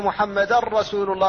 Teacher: فكذلك أشهد أن محمدا رسول الله، فالتنوين هنا هو هذه النون الساكنة أبدلت راء فادغمت الراء في الراء فقيل محمدا رسول الله، فلم يبقى للنون أثر، لم يبقى شيء منها ولا من صفتها التي هي الغنة · Term: إدغاما خالصا